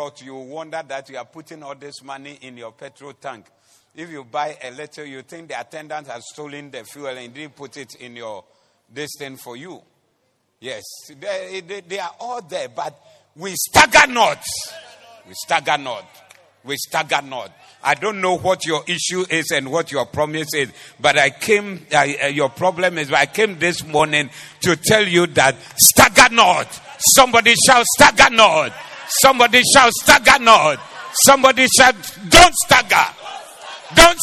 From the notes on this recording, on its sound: Preached at The Doxa Service